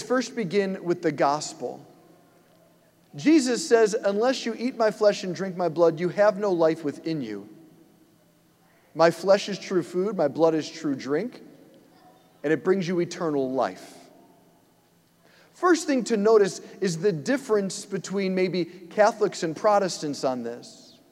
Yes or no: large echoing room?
yes